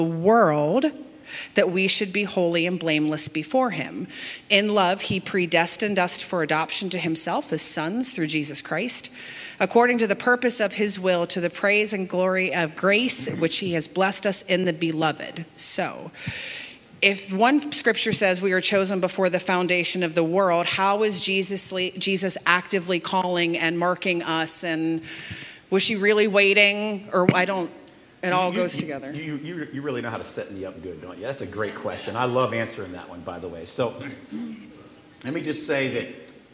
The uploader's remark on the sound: Where the congregation got to ask some burning questions.